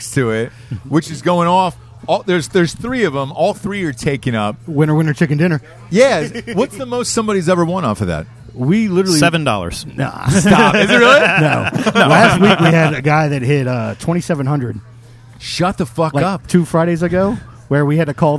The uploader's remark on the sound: Live From Hurricane Barry! Live from the hurricane that almost was, Hurricane Barry. We're live from the dive bar 22nd Street Lounge.